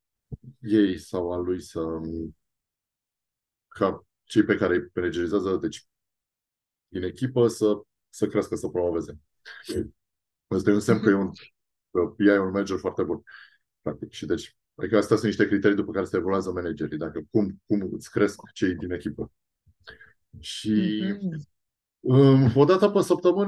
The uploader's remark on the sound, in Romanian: Ne-am auzit pe Zoom